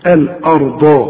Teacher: والراء هي المفخمة مع الضاد برضو مفخمة